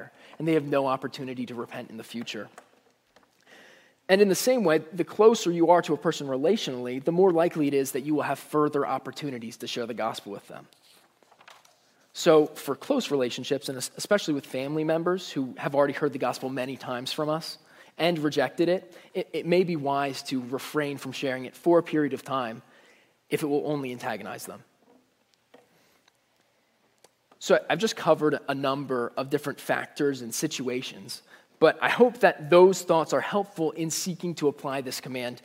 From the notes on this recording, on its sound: Message Preached at Valley Creek Church